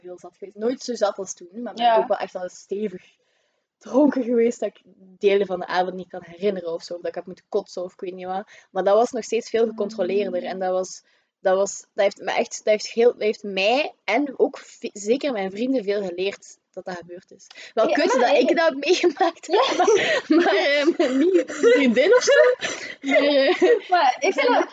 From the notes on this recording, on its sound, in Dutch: Eerste podcast, sorry voor het geluid, haha...